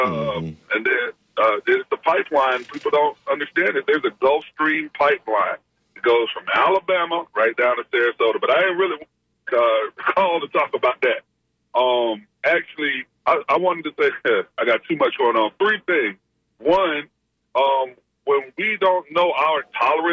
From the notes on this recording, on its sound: Unique magazine format call-in show.